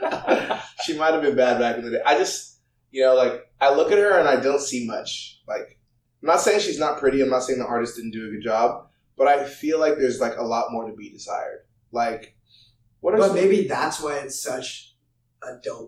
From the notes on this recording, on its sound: We know it's not perfect and we're working on improving our audio